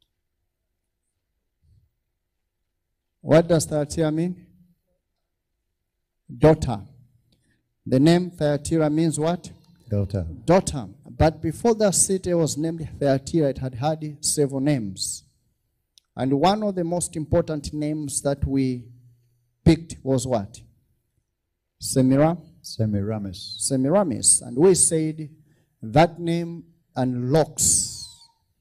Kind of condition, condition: setting, large echoing room